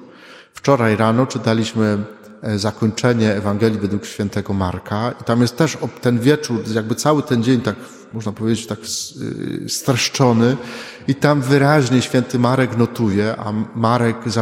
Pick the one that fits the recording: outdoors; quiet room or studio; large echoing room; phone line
large echoing room